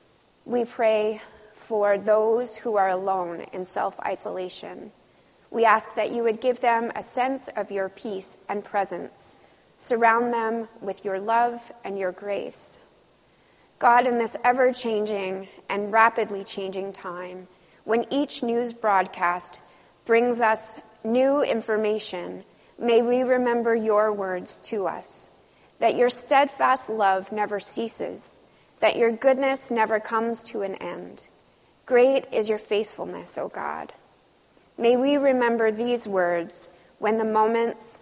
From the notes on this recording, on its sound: Please note the video and audio contain the entire service and not just the sermon.